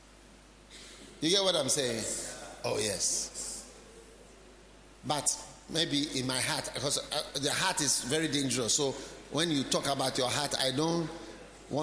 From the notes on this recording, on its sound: Preached at the Healing Jesus Campaign Pastors' Conference in Saboba, Northern Region of Ghana